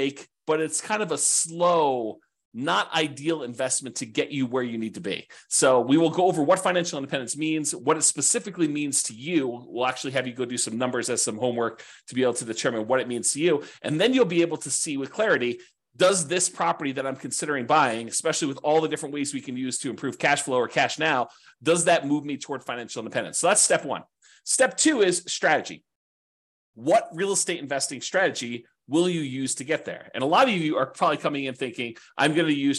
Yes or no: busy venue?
no